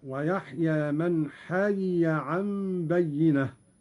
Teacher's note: قرأ قالون بفك الإدغام هكذا: ويحيى من حي عن بينة. ياء مكسورة ثم ياء مفتوحة